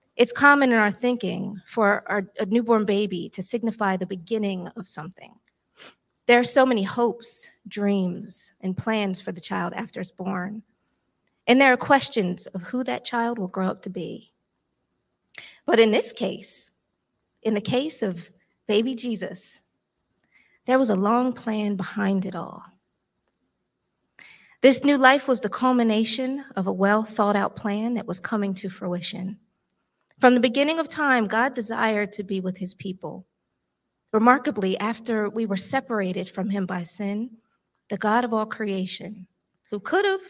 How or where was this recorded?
large echoing room